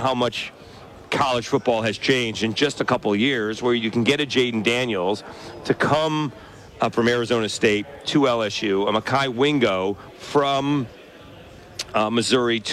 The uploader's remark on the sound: SportsChat is LIVE from Nashville and SEC Media Days.